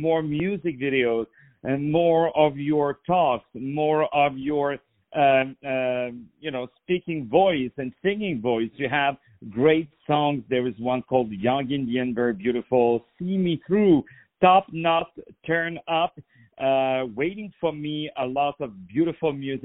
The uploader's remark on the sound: On the phone.